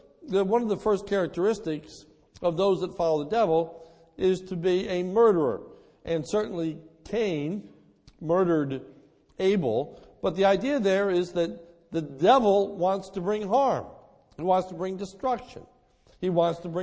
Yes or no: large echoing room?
yes